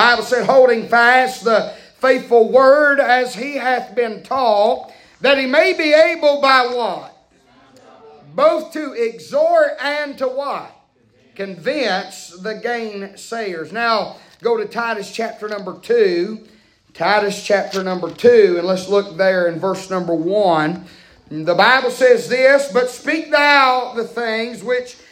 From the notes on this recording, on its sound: preaching live from Still Water Baptist Church